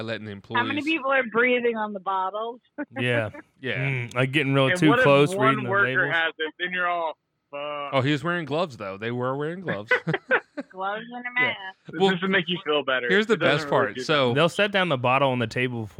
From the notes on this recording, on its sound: this time over the phone